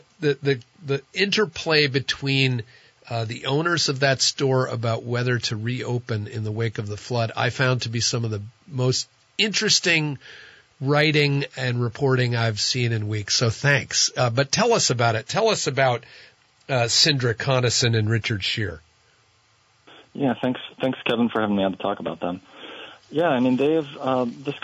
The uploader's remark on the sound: closes out the week with some open phones